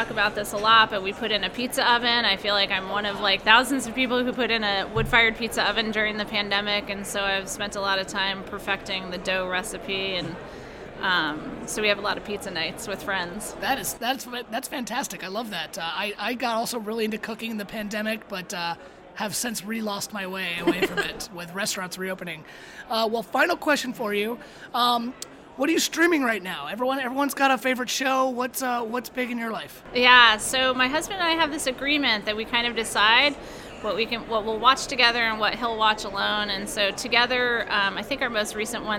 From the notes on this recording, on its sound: Special episode from T3. Live from the T3 expo hall in Tampa, Florida.